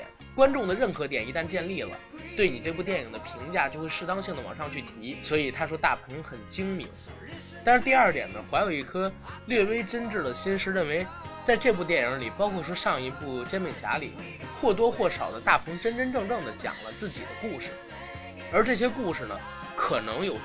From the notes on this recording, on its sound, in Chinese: 节目剪辑本次不是主播团队，大致背景音乐较大。